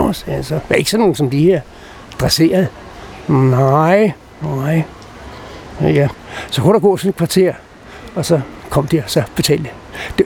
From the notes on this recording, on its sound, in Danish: Optaget på Nimb Bar, Tivoli, København.